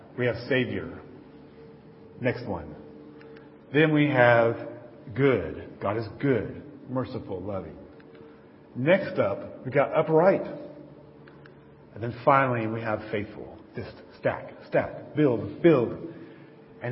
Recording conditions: large echoing room